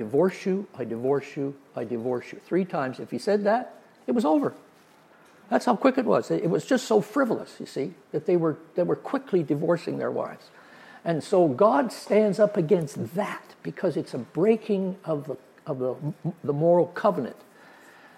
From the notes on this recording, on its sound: during the adult Sunday School class at Oakridge Bible Chapel.